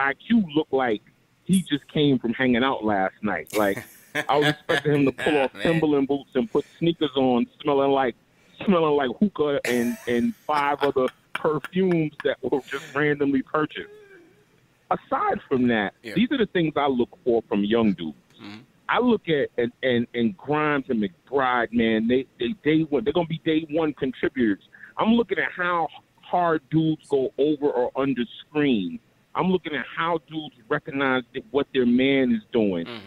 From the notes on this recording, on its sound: Call-In Show. They also take live phone call reactions from fans around the world.